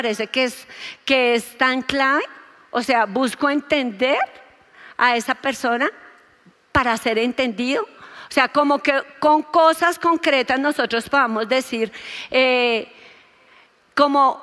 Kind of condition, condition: setting, large echoing room